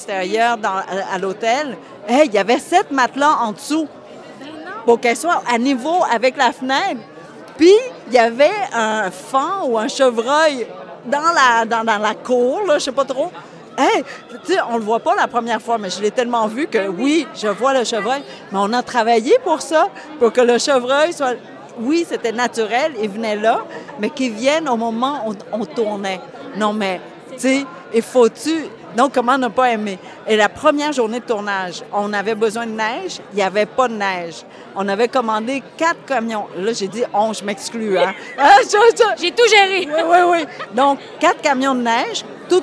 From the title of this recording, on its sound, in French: En direct du tapis rouge de la première du film Ru